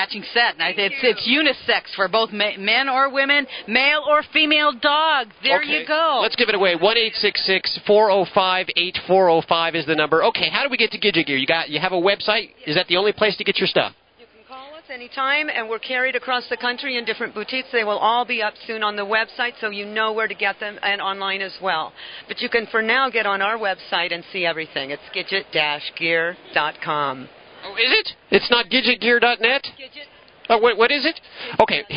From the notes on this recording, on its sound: Animal Radio is LIVE from SuperZoo in Las Vegas.